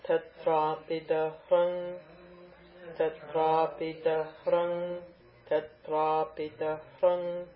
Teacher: Okay. See how the three tatrapis are low? Tatrapi and the da, but the hrung is up one.